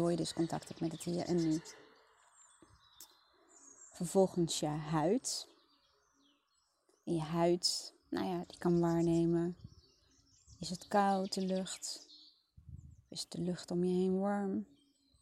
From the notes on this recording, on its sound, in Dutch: Niet door mij maar door de achtergrondgeluiden!